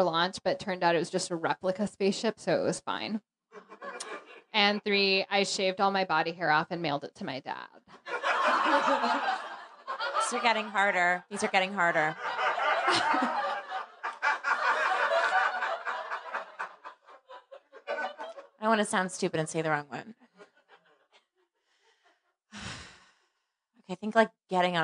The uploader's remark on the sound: Live at Union Hall!